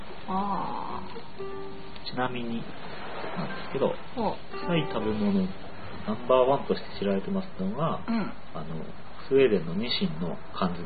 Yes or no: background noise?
yes